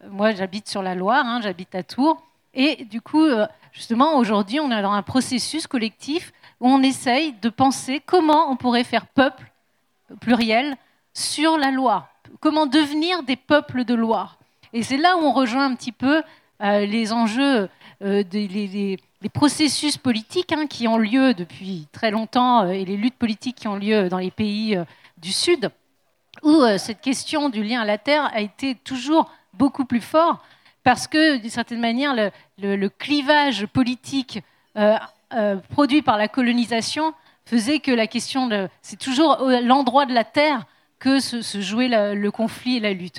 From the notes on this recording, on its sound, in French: Conférence enregistrée en public à la REcyclerie